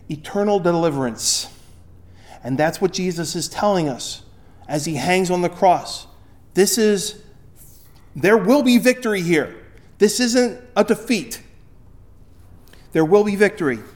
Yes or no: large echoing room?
yes